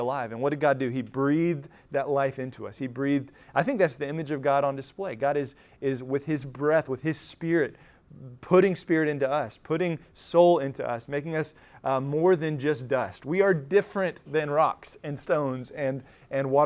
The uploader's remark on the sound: Recorded at Emmaus Church in Buford, GA on Wednesday, October 4, 2023.